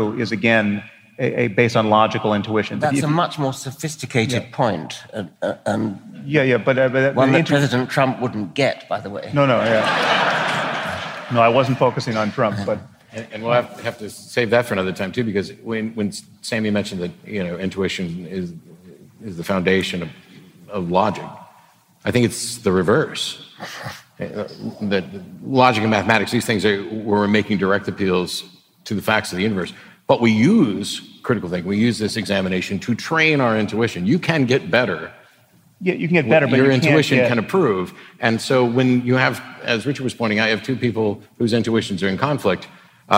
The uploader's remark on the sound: was recorded for the Making Sense podcast at the Orpheum Theatre in Vancouver on November 2, 2017.